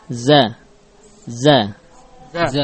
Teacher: Za atau huruf ini keluar dari ujung lidah. · Term: zai